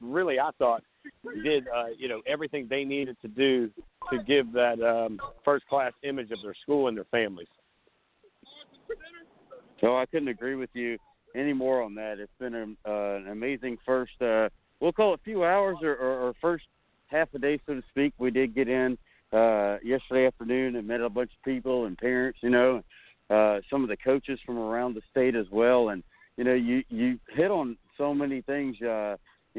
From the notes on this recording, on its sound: Live from practice 1 at the Junior Bowl Showcase in Columbia SC with the elite 88 juniors in the Palmetto State. With interviews and live updates we got you covered.